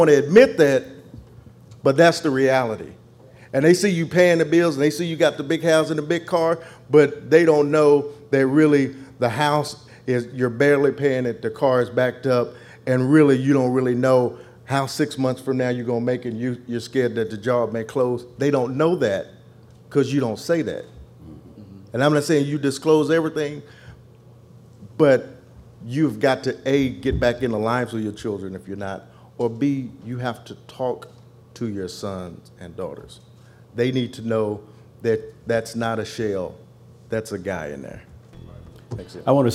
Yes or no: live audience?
yes